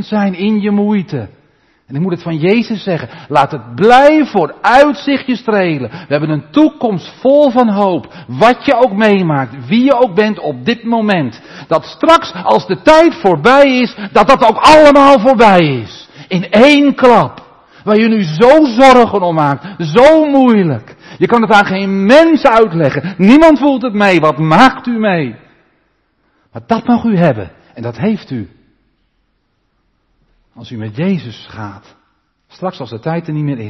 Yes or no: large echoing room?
yes